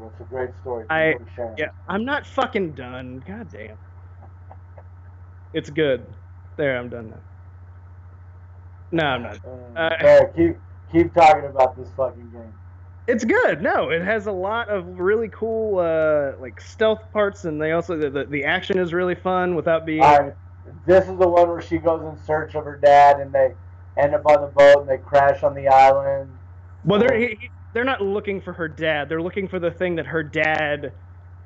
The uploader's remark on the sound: I want to apologies for both the audio quality and the fact that it’s not heavily edited as I’ve got to get ready to head out of town for the weekend.